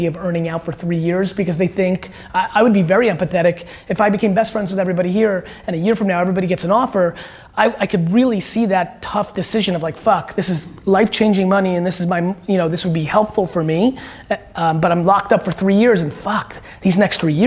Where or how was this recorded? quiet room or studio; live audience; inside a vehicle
live audience